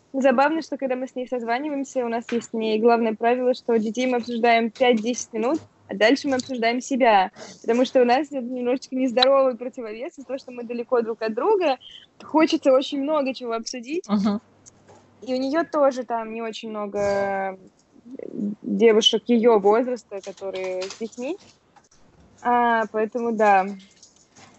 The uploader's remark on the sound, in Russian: Она в Москве, а я дома в Якутске. Это, кстати, мой первый опыт записи через скайп, поэтому иногда пропадала связь и в целом качество звука не на самом высоком уровне. Не считая кашля, чиханий.